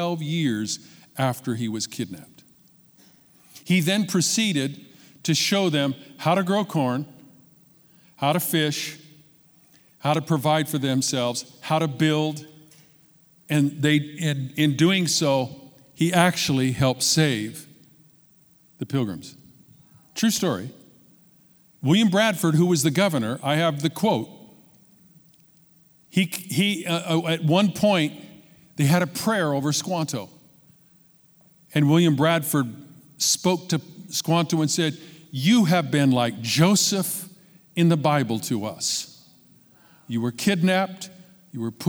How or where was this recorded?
live audience